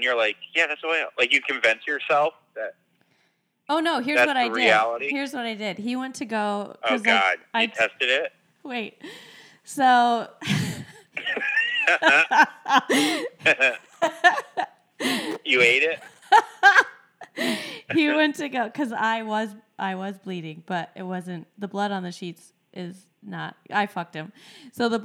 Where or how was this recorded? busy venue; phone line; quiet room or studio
phone line